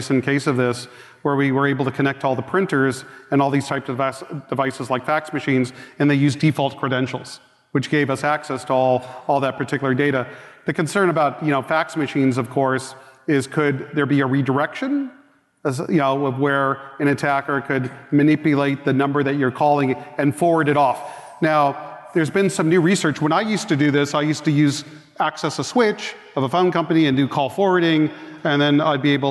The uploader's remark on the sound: Recorded live at the KB4CON conference in Orlando, FL. Takes questions from the audience.